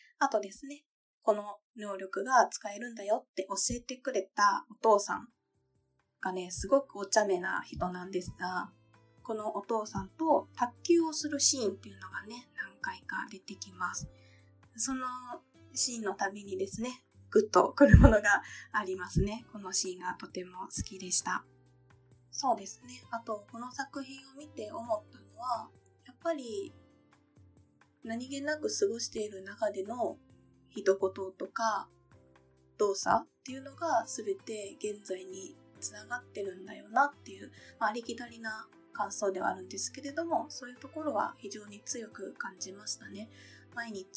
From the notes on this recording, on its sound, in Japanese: 今回は初めての試みで、夫が在宅時に録音してみました。お風呂場からお届けしているんですが、むちゃくちゃ呼吸の音拾ってしまっています。いつもと収録状況が違うため、音質が悪くなってしまいました。